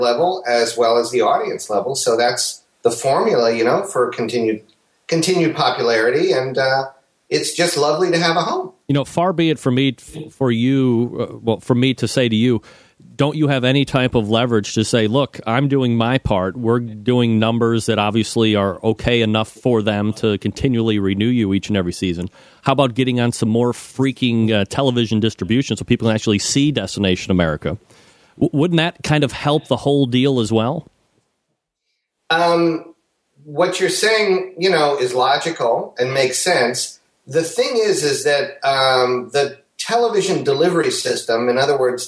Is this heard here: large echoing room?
no